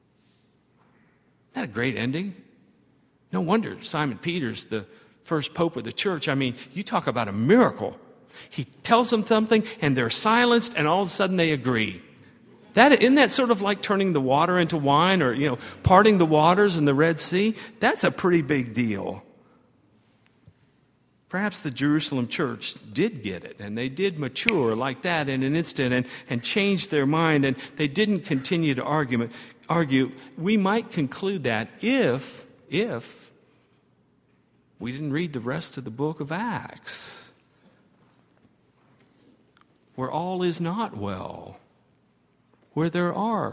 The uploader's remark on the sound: at Highland Baptist Church